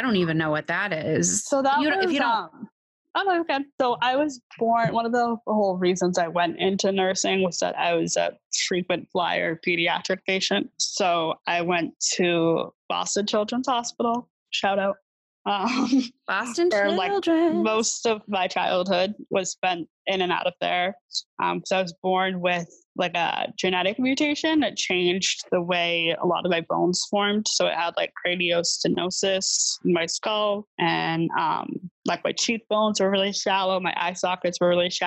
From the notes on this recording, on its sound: Recorded with Zoom Web Conferencing. Edited with Adobe Audition.